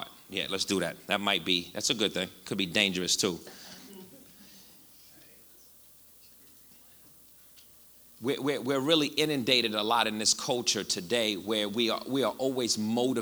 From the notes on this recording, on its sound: Connect Community Church's Sunday Night Live ('SNL') message series is our 'MORE' service.